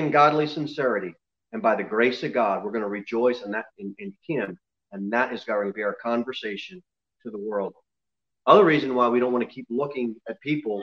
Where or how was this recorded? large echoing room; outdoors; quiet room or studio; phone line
large echoing room